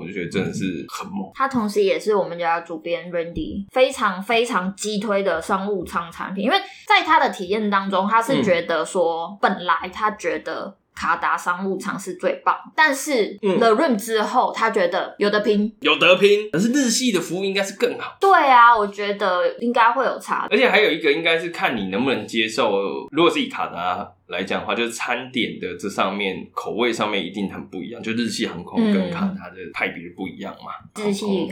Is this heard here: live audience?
no